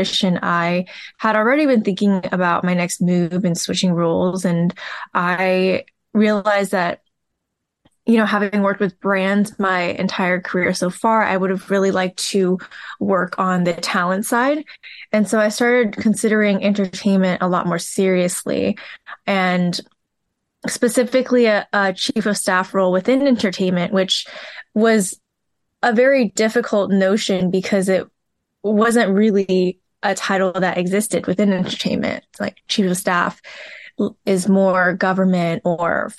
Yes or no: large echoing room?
no